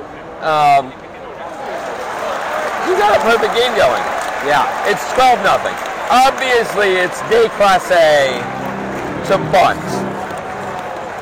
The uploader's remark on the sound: It’s been a real boon to the New York baseball teams to have us recording at their games.